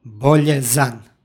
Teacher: Kod starih istorijskih i osnova ne dolazi do umekšavanja krajnjeg suglasnika osnove, stoga je n izgovorno na kraju, ali pošto na kraju reči stoji sonant, a ispred sonanta suglasnik, između njih se dodaje izgovorno a, stoga izgovaramo bolje zan.